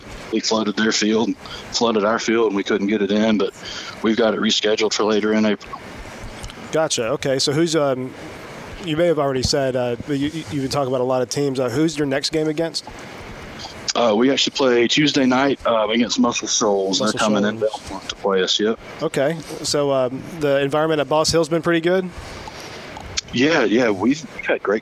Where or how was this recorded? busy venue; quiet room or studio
busy venue